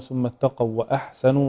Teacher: نراعي هنا همس الحاء